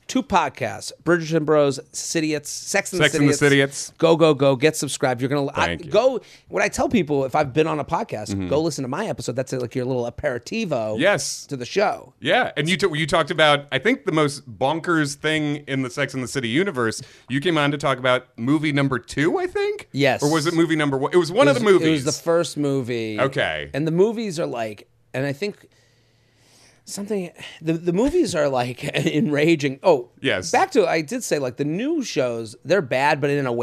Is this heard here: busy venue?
no